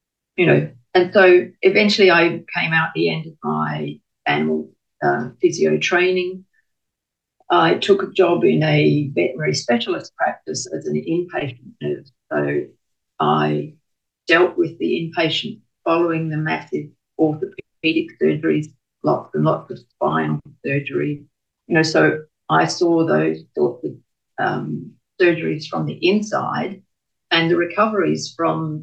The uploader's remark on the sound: I also apologize if the audio is not perfect as we recorded this interview over zoom!